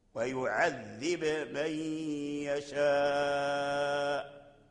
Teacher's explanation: معروف أن الباء والميم يخرجان من مخرج واحد وهما الشفتان، فقالوا أدغم الباء يعذب في ميم من فقرأ ويعذب من يشاء ويعذب من يشاء، وورش أظهر قرأ بالإظهار ويعذب من يشاء ويعذب من يشاء، فالقلقلة هي التي تبين الباء من الميم، لا بد من القلقلة